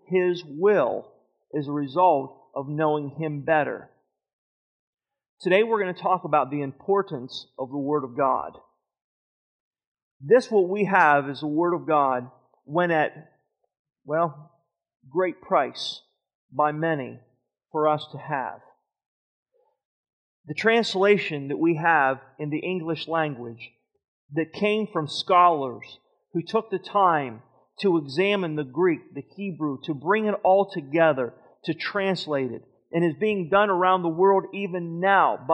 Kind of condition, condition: setting, large echoing room